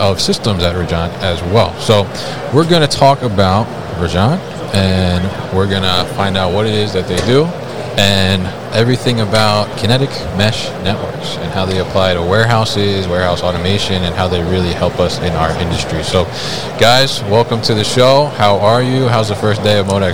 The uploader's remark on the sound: Rajant at MODEX 2022